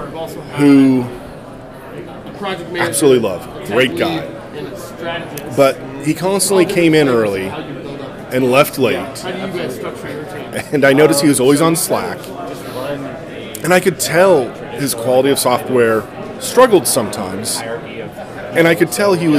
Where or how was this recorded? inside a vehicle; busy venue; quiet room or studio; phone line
busy venue